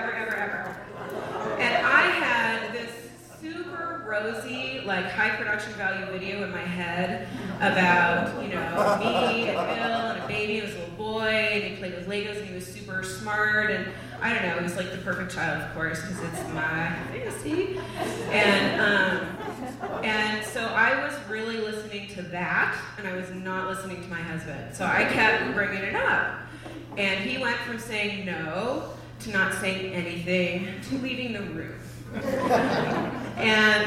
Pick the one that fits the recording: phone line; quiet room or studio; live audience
live audience